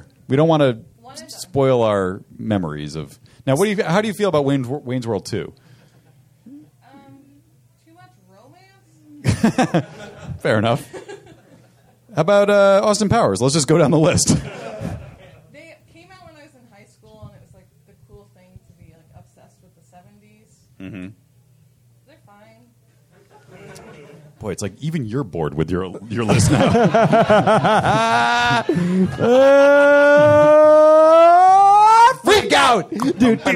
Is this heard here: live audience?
yes